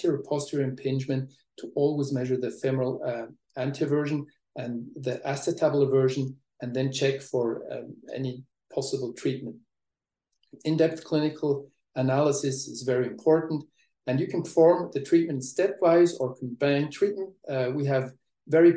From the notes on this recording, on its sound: This is the Audio Replay of the recent ISAKOS Webinar